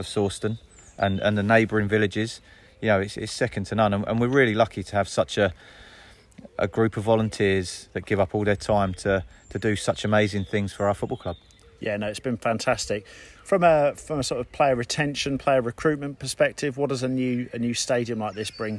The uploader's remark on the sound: LIVE from the site of City’s new stadium at Sawston